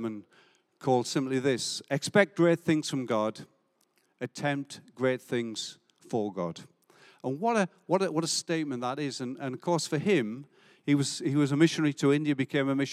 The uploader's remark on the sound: Recorded live at Life Church Lancashire - Sunday 14th August 2022